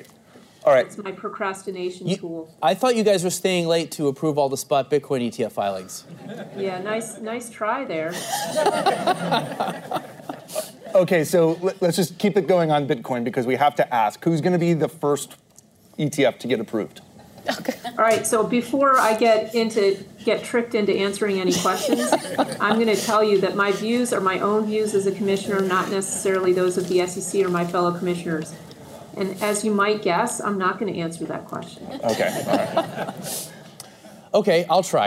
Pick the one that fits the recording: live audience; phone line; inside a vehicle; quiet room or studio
live audience